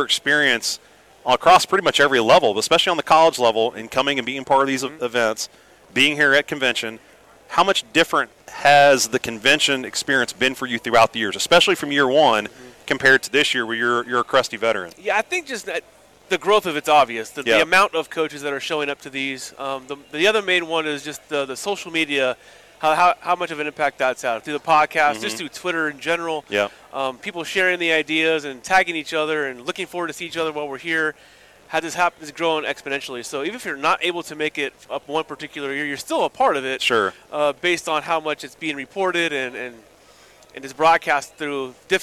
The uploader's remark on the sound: Live from the ABCA Convention in Dallas. Recorded from the floors of our Dallas Convention where 6,500 baseball coaches converged to bring ‘4 Days of Baseball Heaven’ to life!